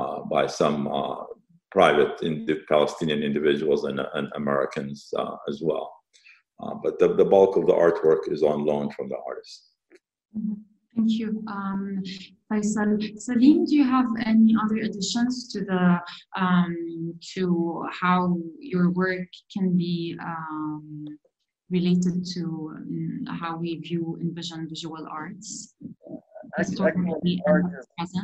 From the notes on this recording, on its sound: The Institute of Palestine Studies as part of their webinar series. We thank them for allowing us to use the audio of this webinar.